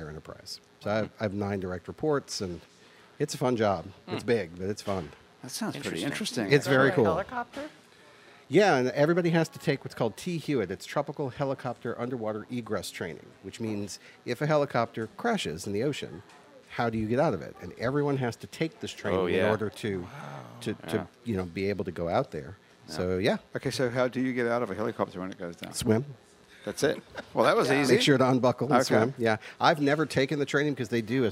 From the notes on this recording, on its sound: It's New Orleans Happy Hour is recorded at the iconic Maple Leaf Bar in Uptown New Orleans.